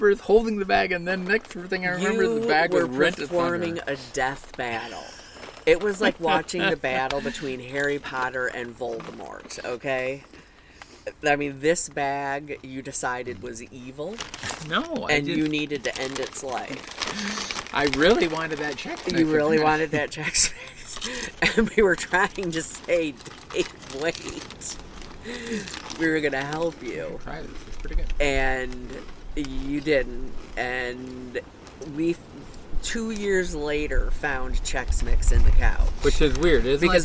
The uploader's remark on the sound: This episode we record out on our quarterdeck on the first nice day we have seen lately.